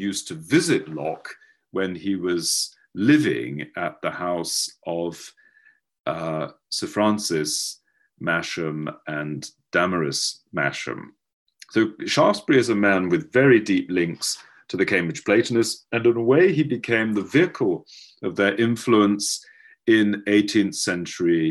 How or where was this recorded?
video call